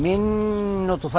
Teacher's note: من نون مع نون، إدغام بغنة، إدغام بغنة كامل